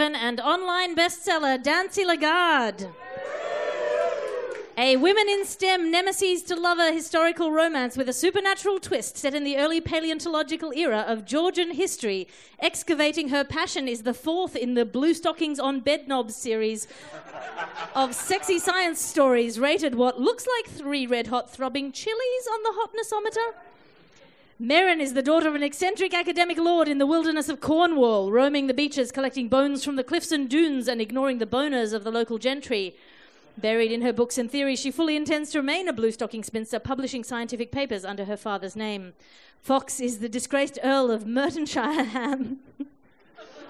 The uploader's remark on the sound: Recorded in front of a live audience of Garglers, and possibly confused newcomers, at the Edinburgh Fringe Festival.